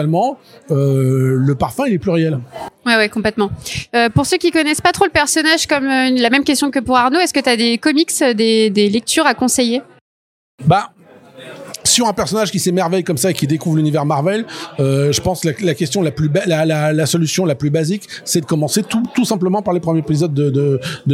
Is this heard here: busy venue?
yes